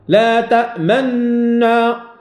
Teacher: هو أن تقرأ بإدغام ولكن تضم شفتيك لمن يراك، لا تأمننا، إذا ما كتشوفش فيها غتقولش أنني أدغمت فقط، ما لك لا تأمن، باش ما تظنش بأن هذيك النون التي أدغمت هي نون ساكنة، لتعلم إما بالاختلاس أن تقرأ بعض الحركة أو بالإشمام أن تشير إلى الحركة بالشفتين.